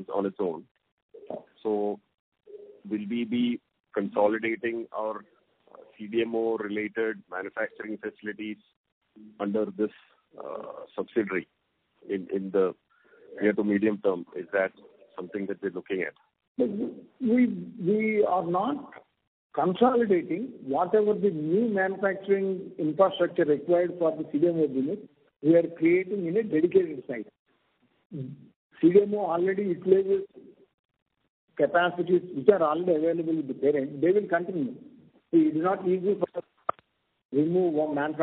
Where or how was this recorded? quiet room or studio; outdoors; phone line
phone line